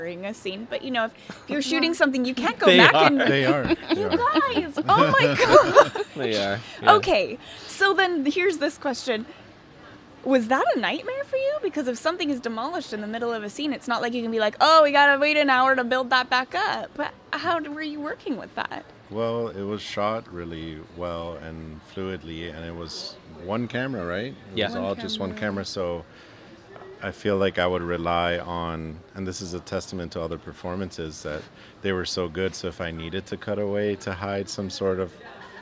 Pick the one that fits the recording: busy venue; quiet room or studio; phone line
busy venue